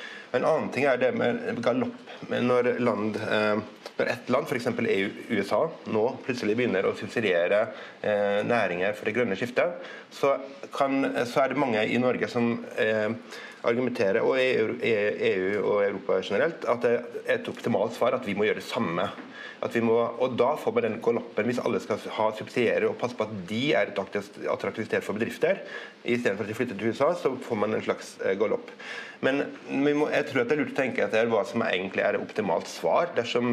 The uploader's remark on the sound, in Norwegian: Episoden er et opptak fra panelsamtalen som ble holdt under frokostseminaret «Subsidiegaloppen» i seminarserien «Markedskrysset».